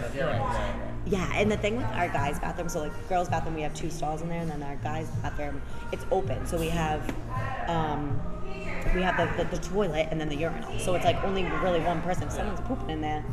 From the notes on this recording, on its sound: at The Thirsty Beaver in Cranston, Rhode Island